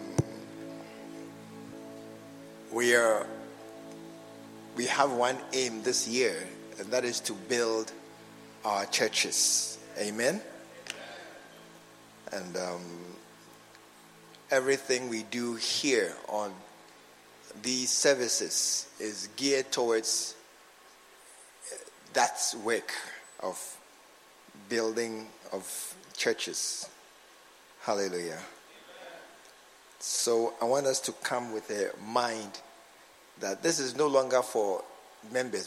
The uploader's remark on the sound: A message preached at the SAT service. At the True Vine Cathedral, Bantama.